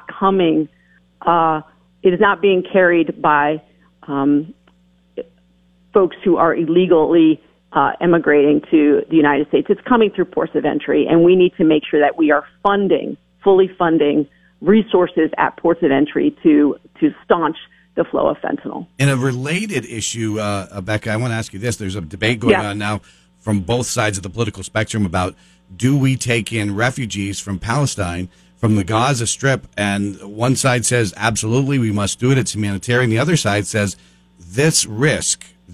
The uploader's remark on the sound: Calls in from Washington.